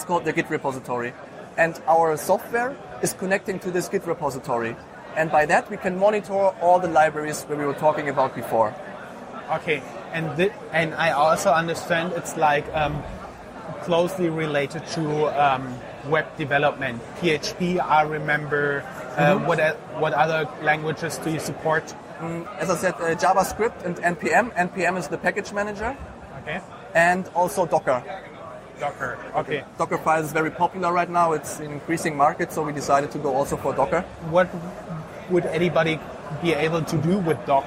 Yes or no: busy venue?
yes